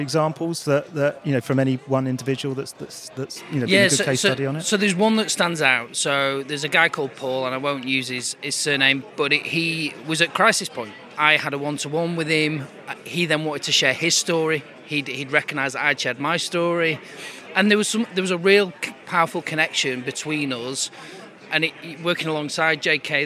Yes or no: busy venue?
yes